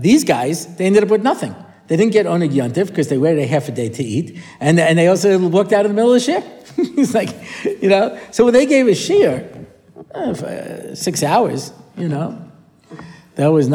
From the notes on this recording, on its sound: A new parasha shiur, recorded at the Motzei Shabbos Har Nof shiur.